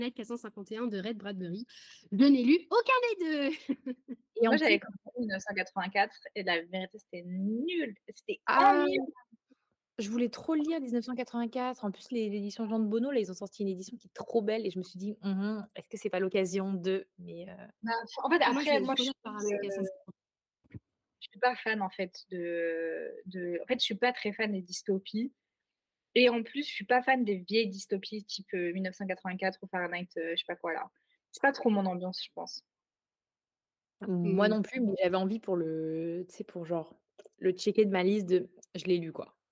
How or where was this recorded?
video call